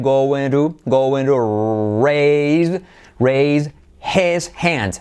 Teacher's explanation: t como r suave, going to raise his hand.